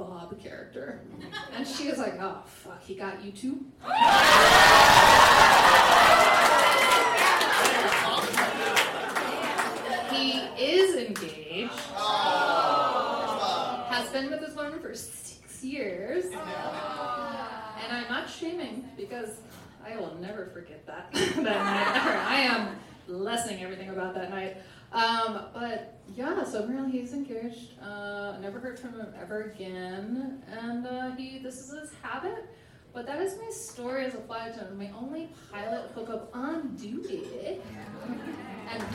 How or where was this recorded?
live audience